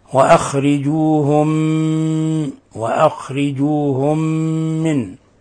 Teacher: وأخرجوهم من، ميم ساكنة جاء بعدها ميم متحركة، أضغمت الميم الساكنة في الميم المتحركة فأصبح عندنا إضغام مثلين صغير، إضغام مثلين صغير، هذا الإضغام يسمى إضغام مثلين صغير، لأن أضغمنا الميم الساكنة الأولى في الميم المتحركة الثانية فصار عندنا ميما واحدة مشددة